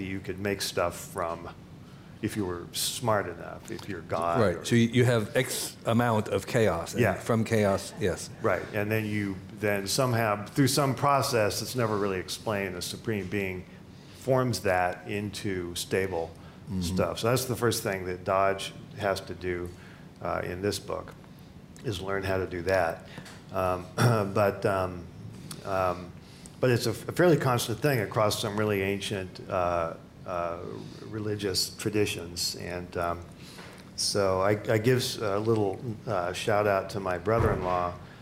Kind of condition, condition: setting, busy venue